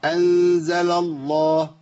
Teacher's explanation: لابد من بيان كل لام لوحدها وبعدين لام الأولى مرققة